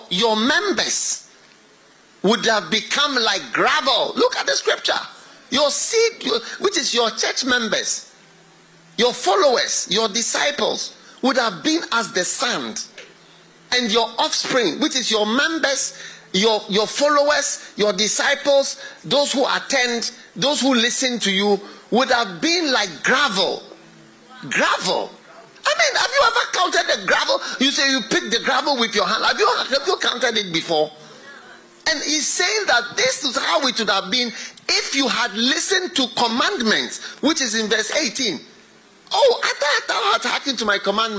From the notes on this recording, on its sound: Preached at the FLOW Church Service.